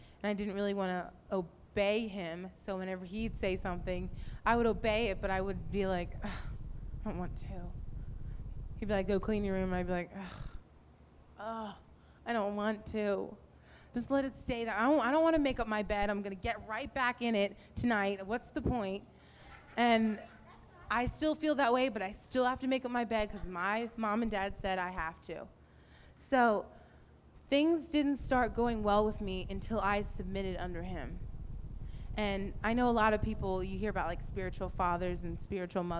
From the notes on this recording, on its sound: Recorded at Rhema Camp 07.